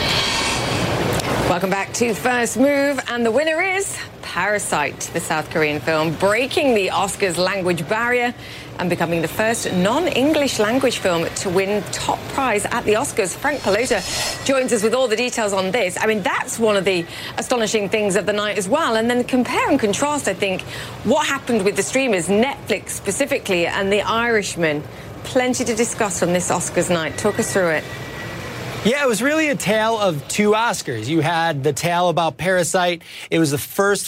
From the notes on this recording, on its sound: live from the New York Stock Exchange